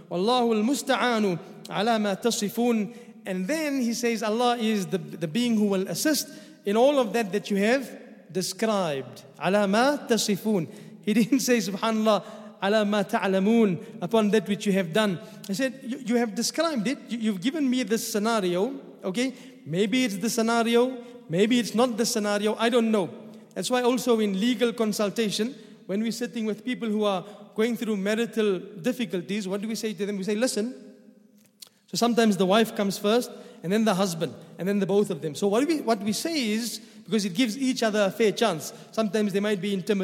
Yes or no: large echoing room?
yes